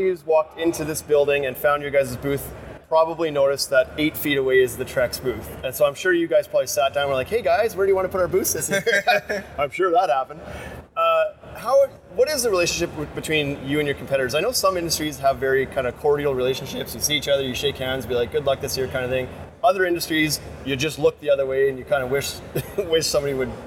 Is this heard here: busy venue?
yes